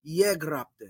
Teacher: when you have an epsilon following a gamma, it turns the gamma into a Y sound. So you get the Y gamma sound here, and then immediately following that, you have a gamma rho, where you get the regular gamma sound. · So the first syllable, ye, and the last syllable, te. Yegrapte, with the stress on the first syllable, because that's where the tonos, the accent falls